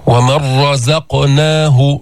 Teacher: شددنا الراء وذهبت النون · Term: الإدغام